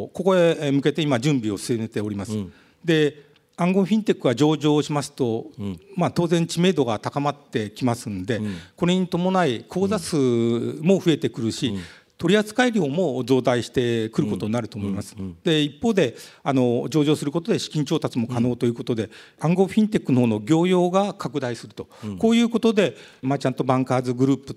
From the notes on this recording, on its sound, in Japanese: 2020年9月6日、東京・茅場町の東京証券会館ホールで行われた「ラジオNIKKEI 相場の福の神 注目企業ＩＲセミナー」